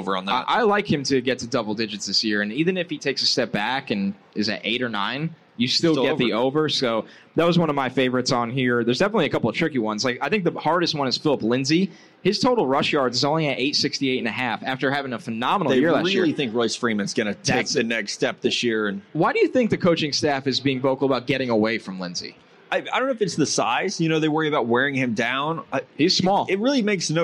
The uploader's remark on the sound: live at Caesar's Palace in Las Vegas!